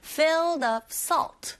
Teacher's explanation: filled의 d 사운드가 아주 약하게 들리게 되죠